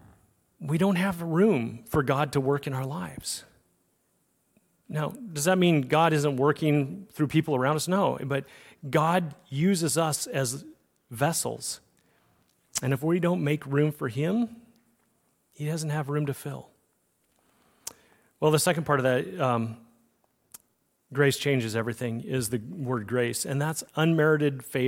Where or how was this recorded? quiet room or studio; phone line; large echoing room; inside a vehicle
large echoing room